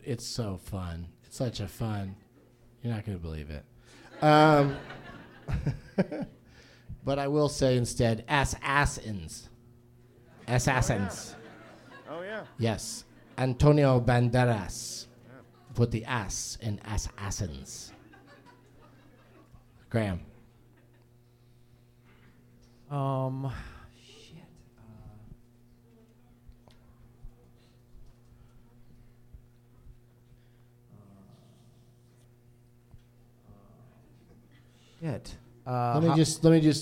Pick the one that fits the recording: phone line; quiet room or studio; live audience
live audience